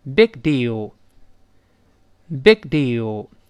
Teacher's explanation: 那个 g 在这失去爆破了，读成 big，舌根拱上去，憋下气